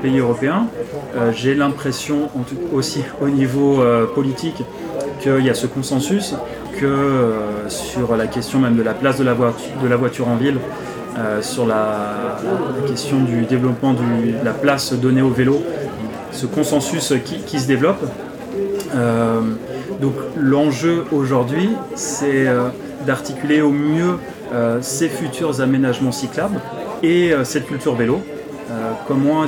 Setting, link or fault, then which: setting, busy venue